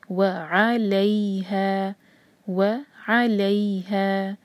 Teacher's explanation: آگے و علیہا، تو و ع ایسے نہ پڑھیں کیونکہ و الگ ورڈ ہے، علیہا الگ ورڈ ہے، تو عین پر ہلکا سا زور دیں گے